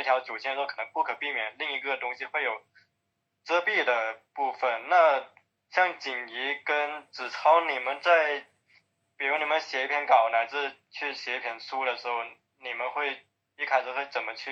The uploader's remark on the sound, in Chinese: 本期音频由线上分享会录音剪辑而成